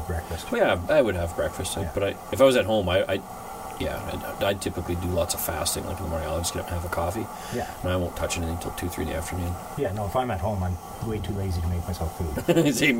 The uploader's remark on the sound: Live from Camp!